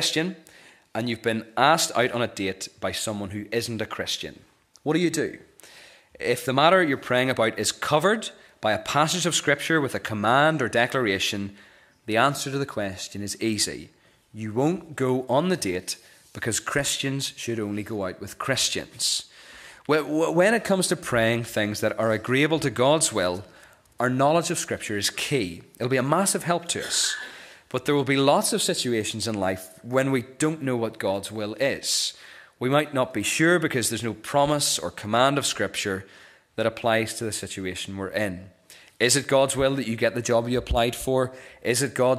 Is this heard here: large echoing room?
yes